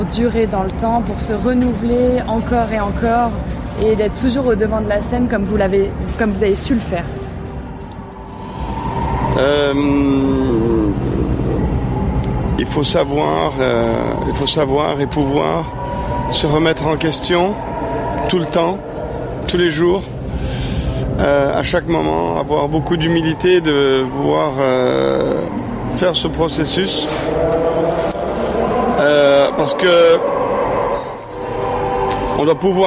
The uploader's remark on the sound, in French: Cet épisode on l’a enregistré il y a un mois lors du CHI de Genève. Nous avons été reçues par la maison Hermes Sellier nous avons installé nos micros dans leur loge absolument sublime.